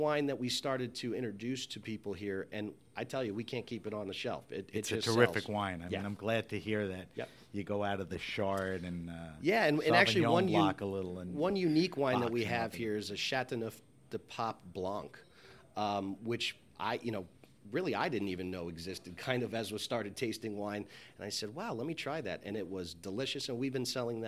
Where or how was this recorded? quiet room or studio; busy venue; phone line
busy venue